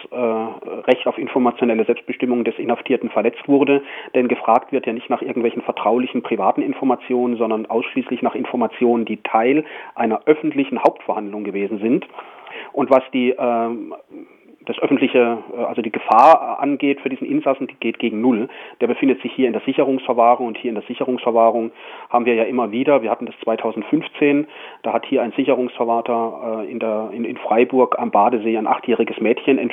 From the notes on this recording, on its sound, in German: Er berichtet am Telefon